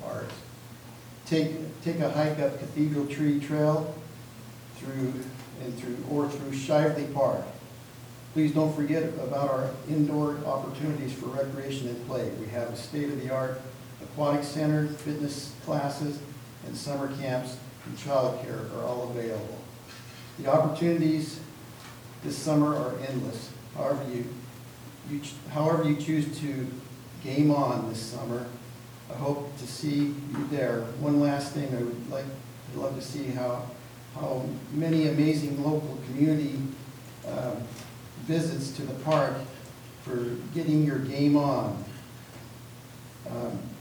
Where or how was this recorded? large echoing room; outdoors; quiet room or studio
large echoing room